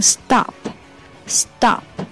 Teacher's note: 然后 stop 这个 t 可以把它浊化成类似 d 的音